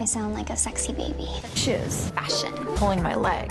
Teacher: Something called vocal fry that is creeping into the speech patterns of young women.